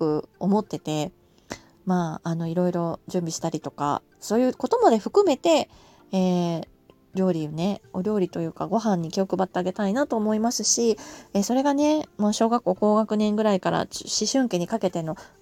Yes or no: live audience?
no